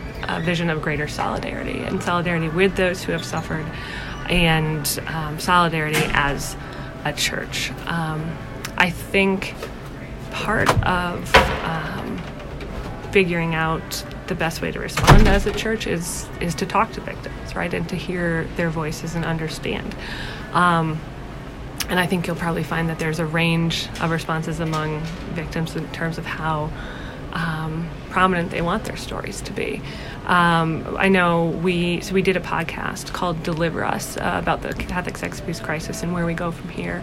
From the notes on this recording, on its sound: These interviews took place at the Women of the Church Conference in October of 2018.